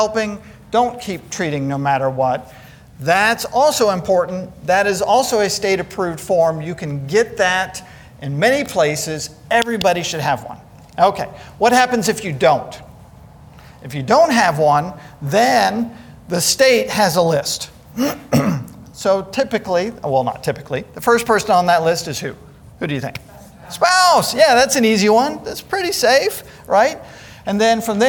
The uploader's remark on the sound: Today's podcast is a session recorded from our Alzheimer's and Dementia seminar held here at McGregor Baptist Church on February 19th, 2022.